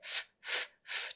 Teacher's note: 下唇に上の歯を乗っけて、ふ、ふ、ふと音がなく空気だけ出すんだったんですけど、それを、音を出すのが V の音。V、V、V。ね。はい。次。W is for water.はい。w, w, w, w, water.これが言えたら、え海外旅行に行った時に、May I have a glass of water?